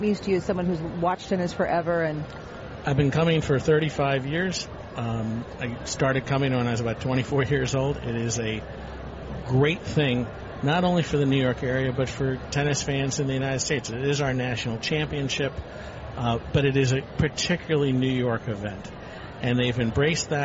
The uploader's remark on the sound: Live from the 2016 US Tennis Open.